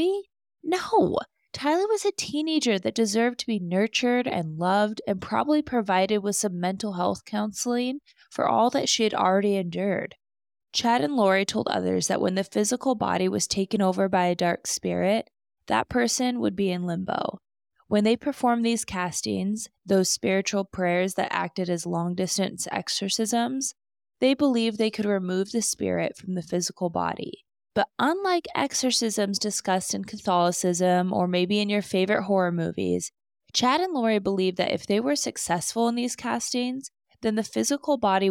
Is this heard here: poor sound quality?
no